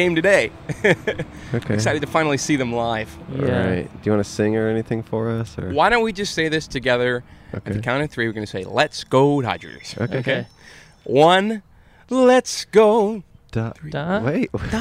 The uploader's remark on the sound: Outside A Car Dealership. Recorded outside a Nissan dealership in Los Angeles, before the pandemic.